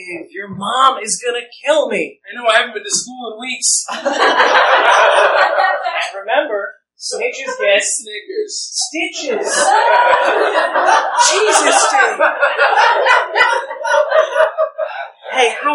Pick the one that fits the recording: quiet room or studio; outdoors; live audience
live audience